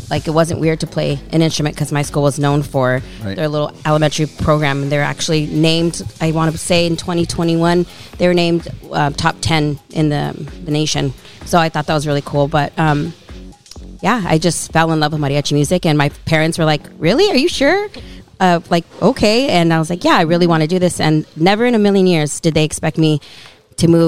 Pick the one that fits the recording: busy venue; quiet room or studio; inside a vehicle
busy venue